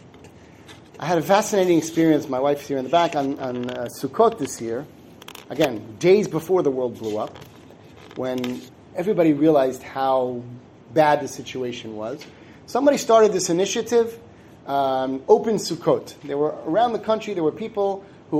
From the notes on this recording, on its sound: Given at the Synagogue of the Suburban Torah Center in Livingston, NJ.